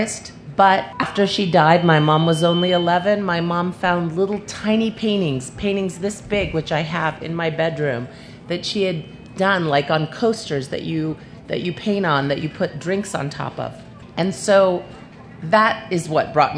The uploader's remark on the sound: a panel from the Pima County Public Library Nuestras Raices Pavillion at the 2015